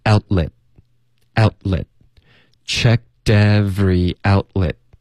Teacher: out 的特省略， let 的特也省略